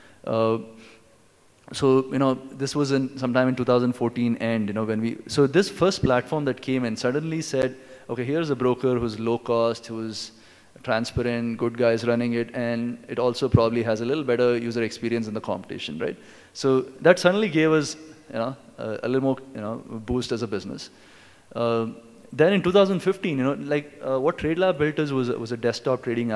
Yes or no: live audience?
yes